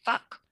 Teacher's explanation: It's got the nice fricative, the mid-vowel, and then that nice plosive at the end